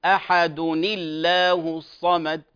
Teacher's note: وترقق اللام في لفظ الجلالة